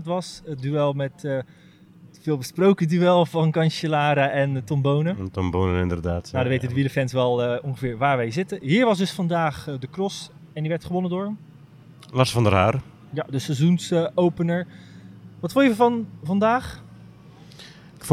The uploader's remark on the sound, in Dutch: opgenomen op de Muur van Geraardsbergen